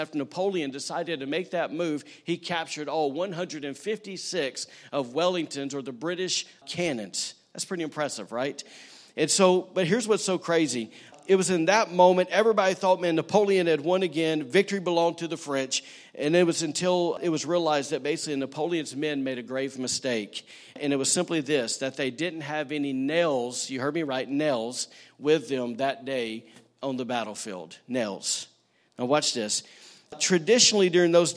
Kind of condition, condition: setting, large echoing room